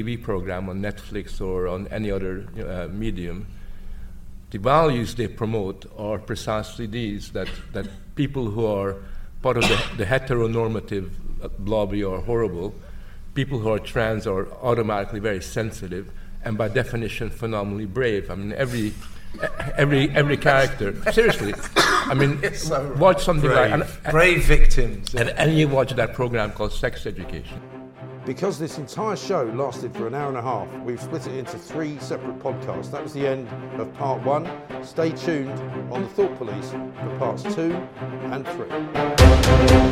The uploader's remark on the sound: LIVE from The Battle of Ideas Festival!